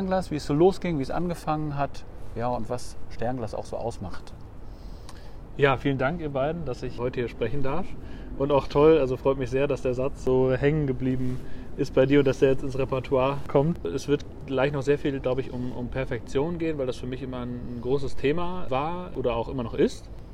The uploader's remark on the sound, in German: Auf einen Spaziergang